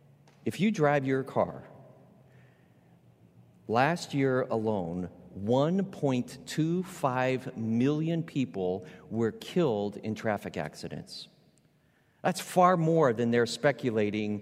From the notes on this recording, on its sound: Recorded live at Beatitudes Church in Phoenix, AZ.